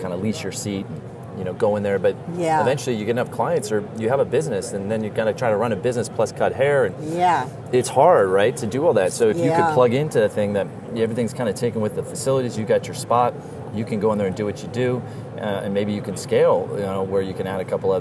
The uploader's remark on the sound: Live from ICSC RECON in Las Vegas.